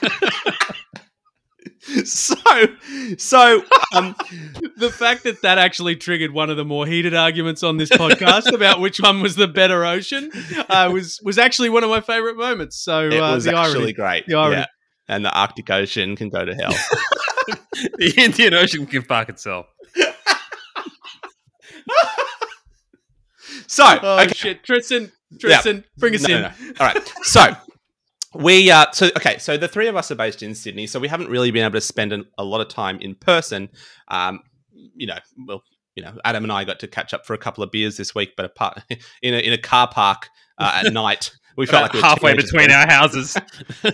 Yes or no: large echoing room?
no